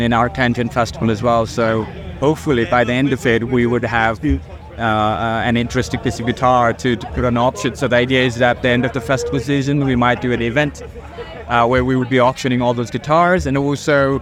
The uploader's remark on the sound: Live from 2000 Trees 2023